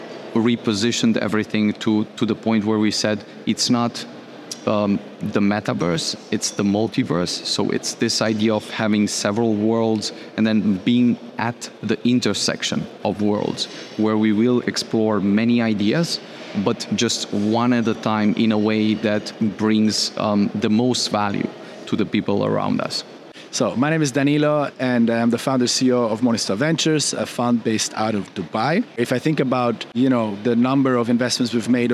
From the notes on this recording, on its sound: This week's podcast features a number of interviews we conducted in Romania, during the xDay conference hosted by MultiversX.